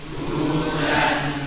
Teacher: Hudan, jangan dibaca dengan memanjangkan harokat fathah, tidak ya. · Term: tanwin